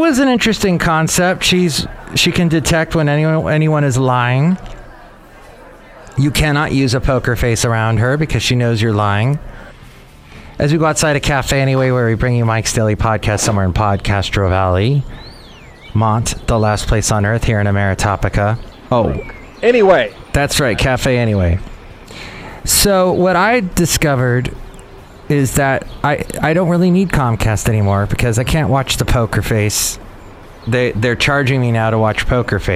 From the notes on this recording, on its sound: podcasts live from Café Anyway